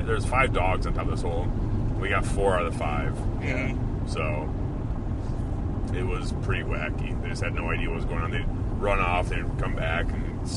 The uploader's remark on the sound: This is a South Dakota Prairie Dog recap episode from the truck! There is some road noise in this one but we still had a good time recording it.